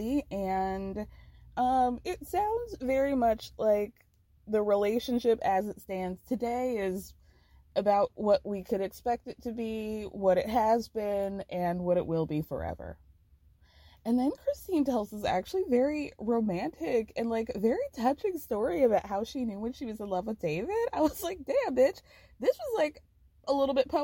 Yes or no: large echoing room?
no